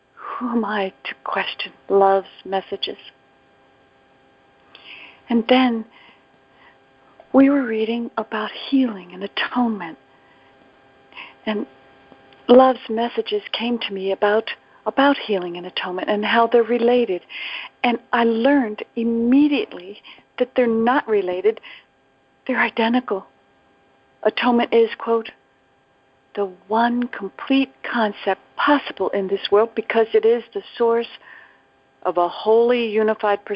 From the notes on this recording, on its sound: ACIM Daily Conference Call.